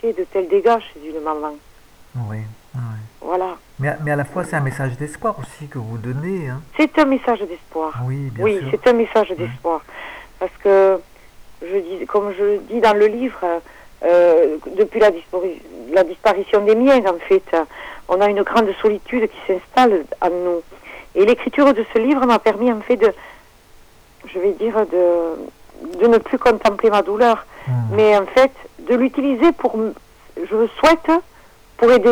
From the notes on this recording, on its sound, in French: Cet entretien audio a été réalisé au téléphone